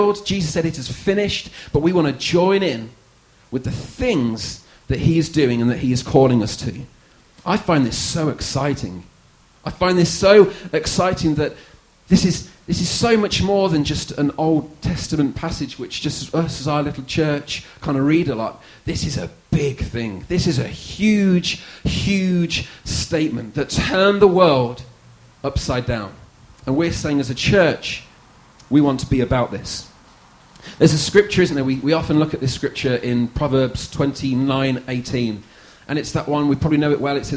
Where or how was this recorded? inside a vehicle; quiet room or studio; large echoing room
large echoing room